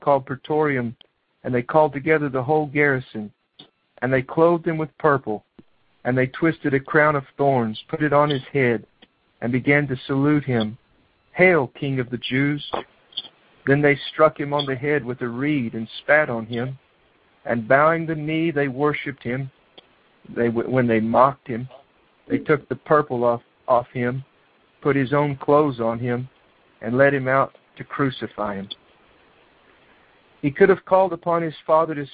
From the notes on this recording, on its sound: He reads this message on a prayer revival conference call.